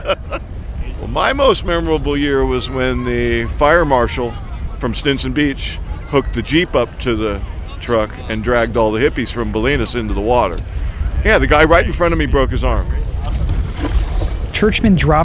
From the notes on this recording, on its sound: In this week's Audiograph we head to the mouth of the Bolinas Lagoon.